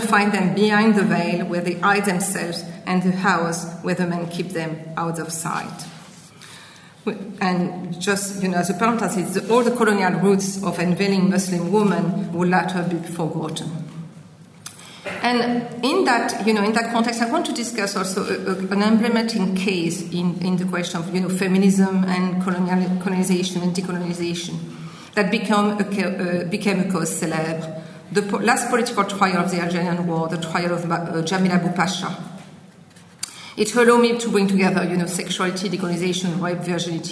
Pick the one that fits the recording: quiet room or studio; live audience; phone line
live audience